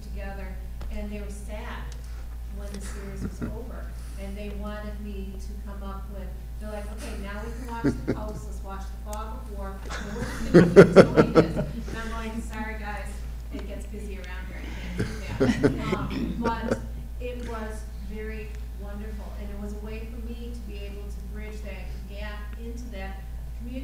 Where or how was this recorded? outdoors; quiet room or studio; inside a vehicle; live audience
live audience